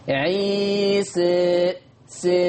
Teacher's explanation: نلاحظ أن الألف ممالة ولكنها إلى الياء أقرب، إذن يطلق عليها إمالة كبرى